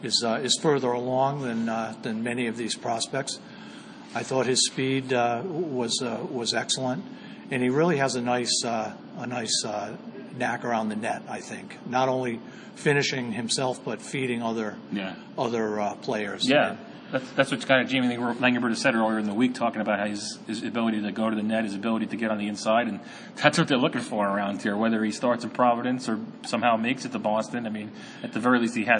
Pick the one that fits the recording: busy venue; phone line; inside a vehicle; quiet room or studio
busy venue